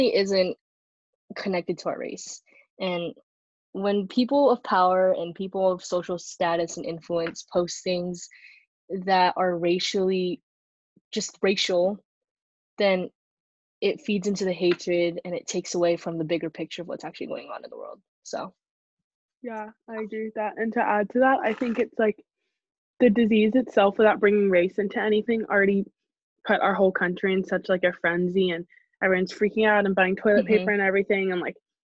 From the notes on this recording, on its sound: In this most recent episode we recorded via Zoom call.